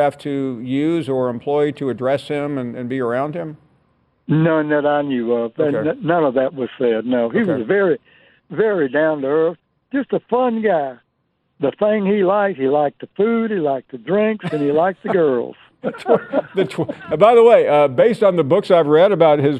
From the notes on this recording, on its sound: more of your phone calls.